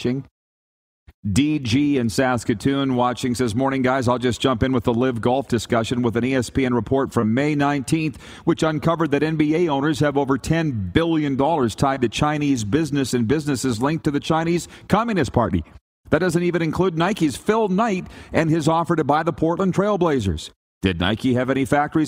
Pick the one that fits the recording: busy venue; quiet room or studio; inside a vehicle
busy venue